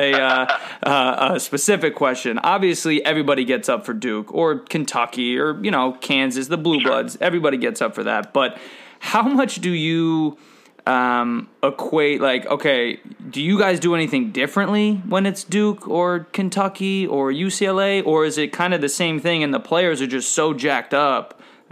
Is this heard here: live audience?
no